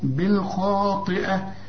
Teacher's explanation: الخاء مفخمة والطاء برضو لكن آخر درجات التفخيم لأنها مكسورة